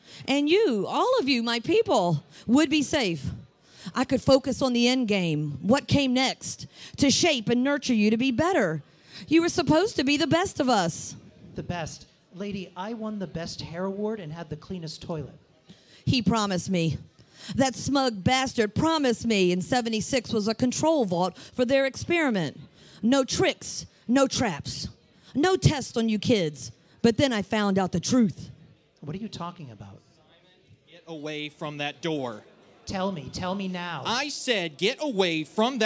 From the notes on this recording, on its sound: (As presented at Bethesda Game Days). The show that we performed live at Bethesda Game Days in Boston on stage.